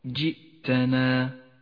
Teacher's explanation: احذر من قلقلة الهمزة لأنها ساكنة، أي هكذا جئتنا فهو خطأ شائع صوابه جئتنا.